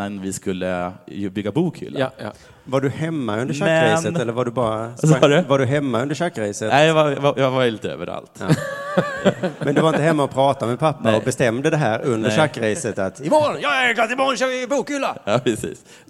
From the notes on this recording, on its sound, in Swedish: inspelad på Draken i Göteborg